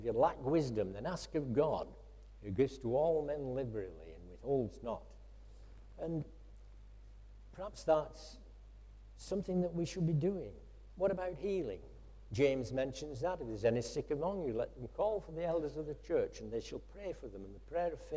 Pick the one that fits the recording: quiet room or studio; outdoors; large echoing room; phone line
large echoing room